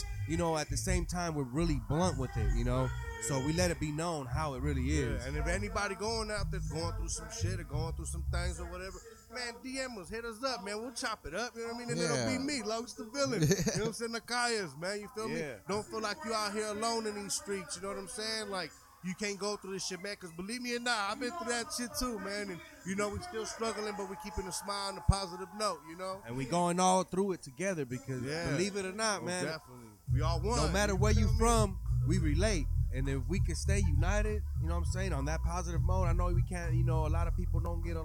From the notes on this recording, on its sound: This episode was recorded at the Salinas Sports Complex during they Street Low Car Show and the weather could not have been better.